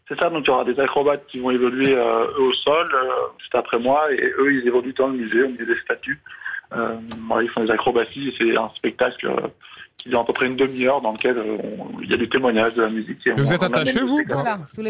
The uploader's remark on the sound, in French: Les Grosses Têtes ont eu au téléphone ce génie de l'équilibre.